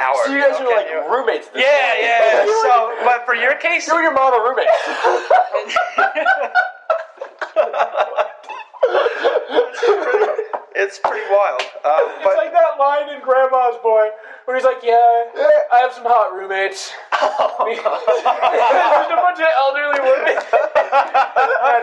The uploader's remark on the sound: FINAL BAD AUDIO QUALITY EPISODE! We've finally invested in equipment so brace your ears for some echos.